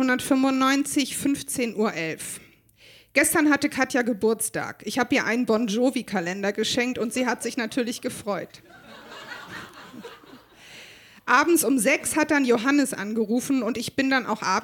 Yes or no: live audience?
yes